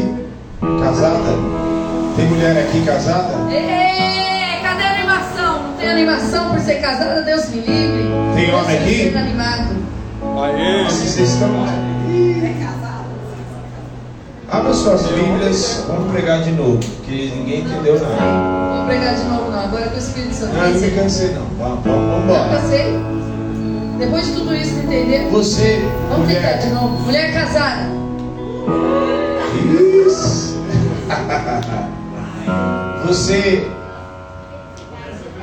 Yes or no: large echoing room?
yes